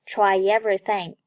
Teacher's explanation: try 和 everything 连读 tryeverything，也就是中间夹了个 yet 的音